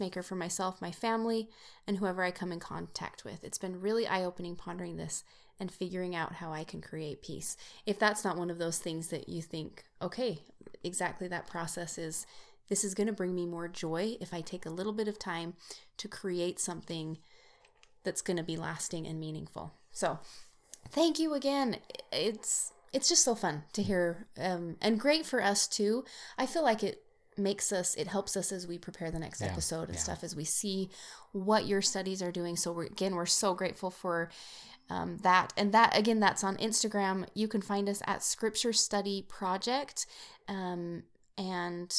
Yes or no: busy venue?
no